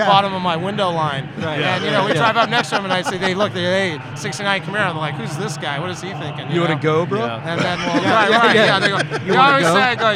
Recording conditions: busy venue